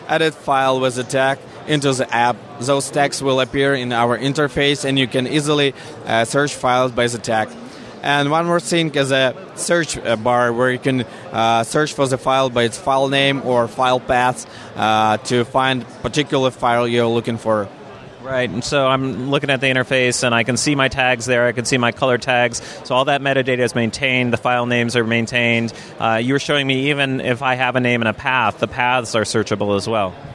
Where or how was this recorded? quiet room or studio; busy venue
busy venue